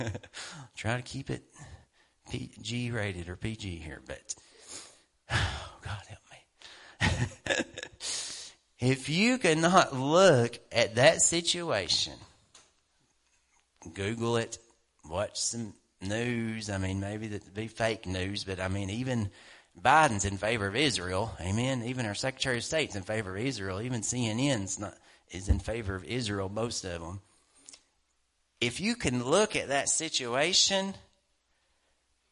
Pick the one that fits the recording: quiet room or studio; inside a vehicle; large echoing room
large echoing room